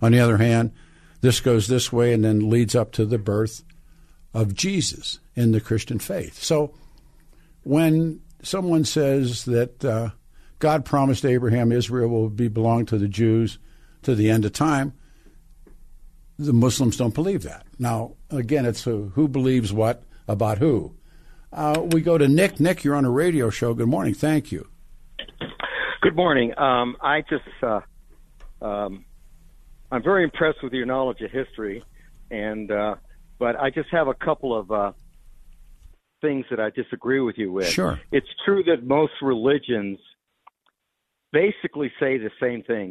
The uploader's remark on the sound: open phones lines this hour